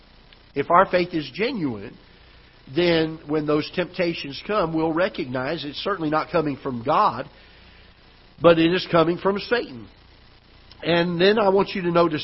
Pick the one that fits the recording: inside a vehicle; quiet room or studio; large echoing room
large echoing room